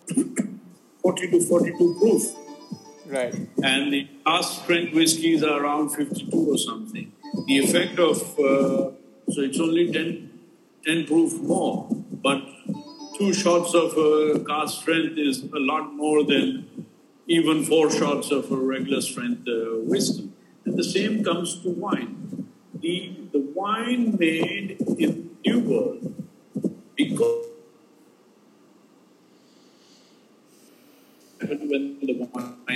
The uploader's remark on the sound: Apologies for the sound quality